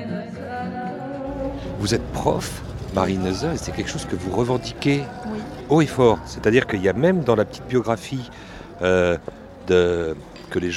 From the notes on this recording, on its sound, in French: A été enregistrée au festival Quai du Polar à Lyon en mars 2019 dans le cadre du prix de la meilleure nouvelle organisé par le festival.